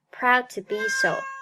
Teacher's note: proud 和辅音开头的 to 连在一起时，proud 爆破音的失去爆破